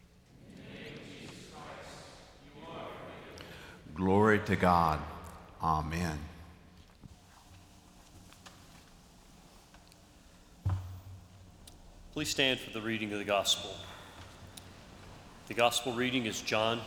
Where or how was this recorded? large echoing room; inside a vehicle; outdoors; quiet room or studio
large echoing room